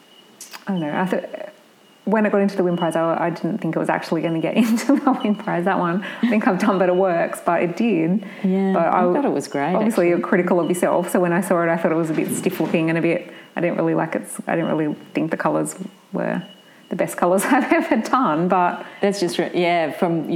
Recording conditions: sounds in the background